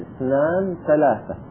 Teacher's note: ولهذا لو سكن آخر الكلمة ووصل ما بعدها بها، قال اثنان ثلاثة، سكننا آخر الكلمة ووصلنا ثلاثة بها من غير سكتة